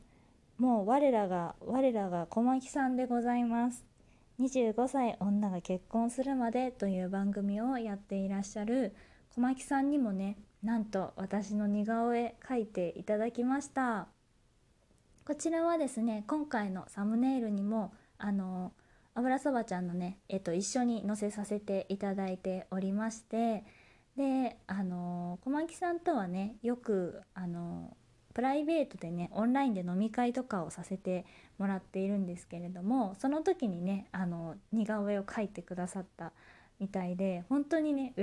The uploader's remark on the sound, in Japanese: 自宅でスマホによる収録のため様々な騒音が収録されています、ご了承ください。キッチンのすみっこで。